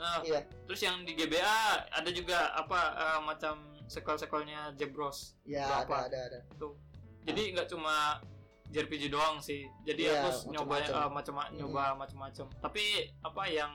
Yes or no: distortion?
yes